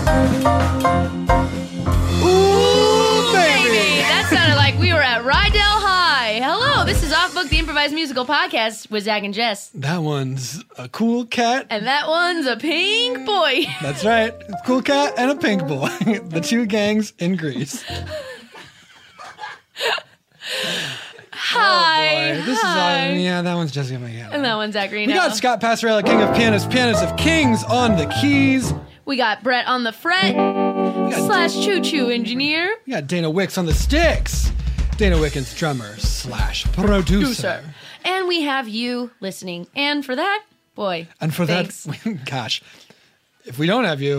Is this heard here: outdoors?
no